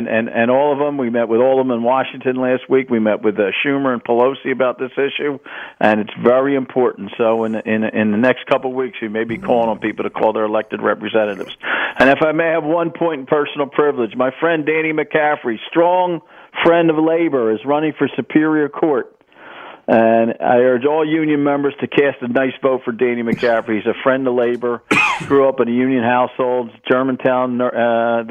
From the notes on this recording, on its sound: special listener call in hour